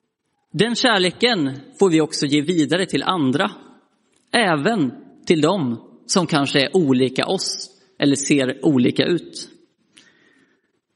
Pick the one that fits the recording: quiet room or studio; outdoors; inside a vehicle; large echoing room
large echoing room